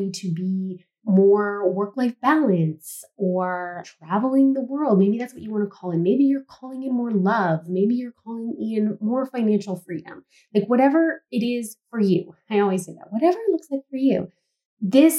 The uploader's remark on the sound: We apologize for the poor audio quality of this episode, unfortunately the microphone wasn't connected properly!